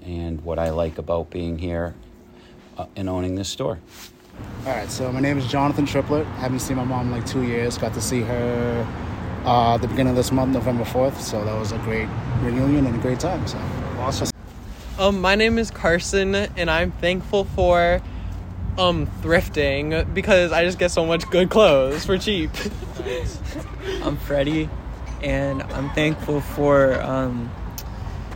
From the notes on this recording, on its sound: roamed the streets of Newton and Boston